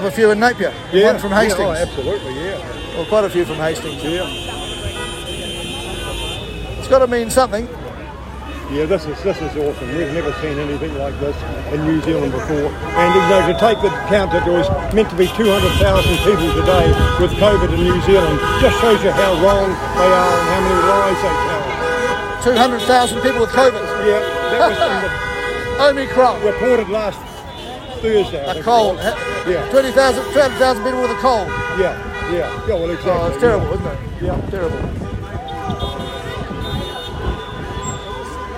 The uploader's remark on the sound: on the ground in Woodville, New Zealand today